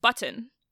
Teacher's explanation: English is lax enough about its consonants that we don't even require a vowel to be in the syllable at all. · Term: syllabic N